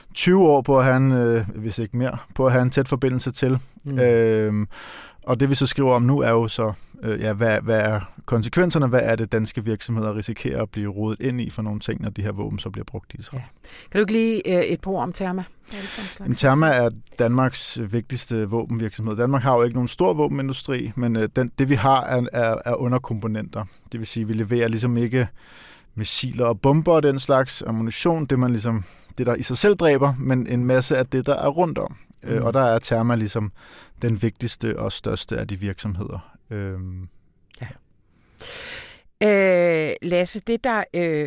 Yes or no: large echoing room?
no